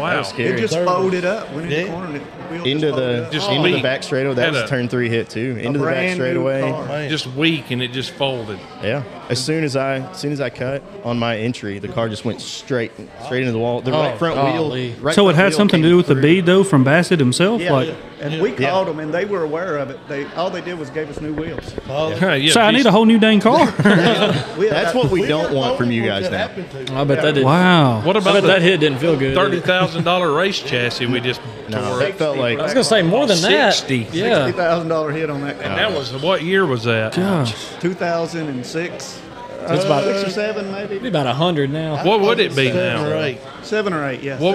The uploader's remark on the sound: we were live at the Brickyard eating our fried green beans